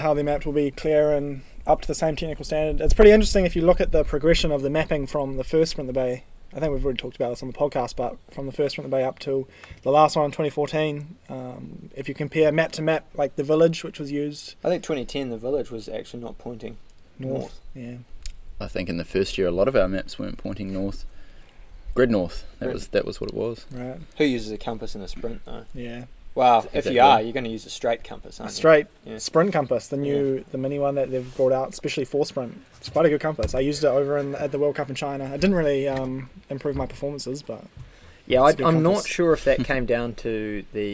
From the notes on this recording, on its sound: We apologise for the poor audio quality, we recorded with only 1 mic outside